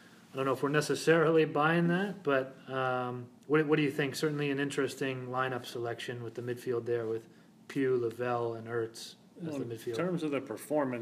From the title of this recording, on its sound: Live from the SheBelieves Cup